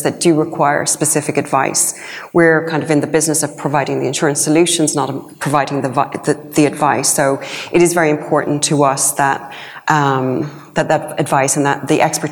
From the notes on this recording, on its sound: one of the keynote presentations at the Cytora conference in November